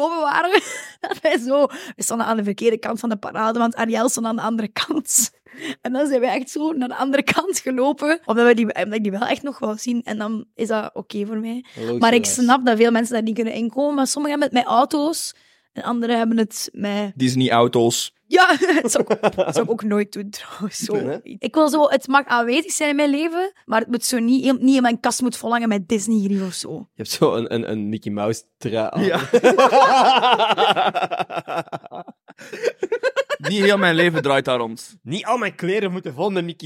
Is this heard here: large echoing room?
no